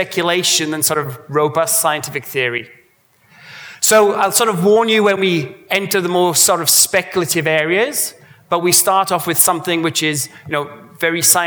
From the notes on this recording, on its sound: A Sydney Ideas event held on Thursday 16 August, as part of 2018 Sydney Science Festival.